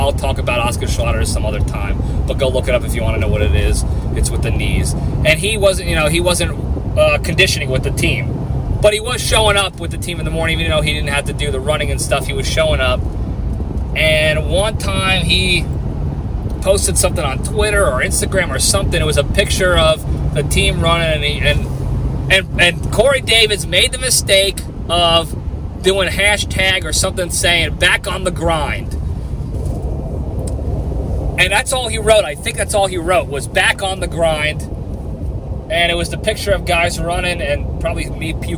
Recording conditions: inside a vehicle